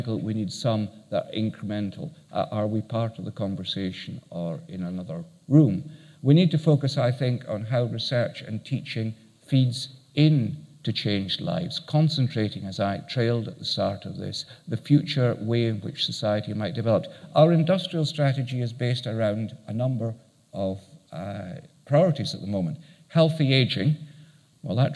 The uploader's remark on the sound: Keynote at SRHE Annual Research Conference 2017